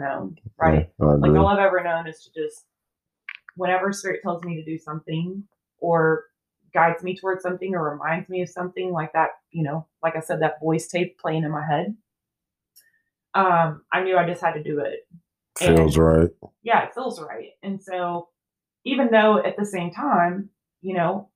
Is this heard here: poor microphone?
yes